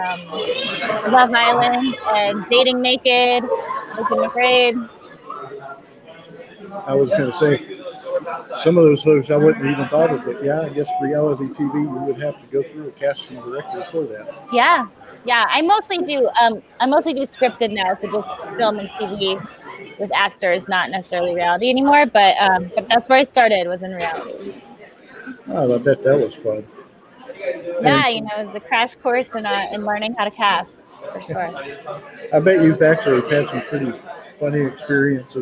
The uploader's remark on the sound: Live from DayGaCom